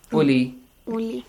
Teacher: Without the waw. Li has the stretching sound. But the u doesn't have the stretching sound.